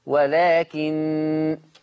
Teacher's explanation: حفص لما يقف على النون هتبقى بغنة لأن عنده النون مشددة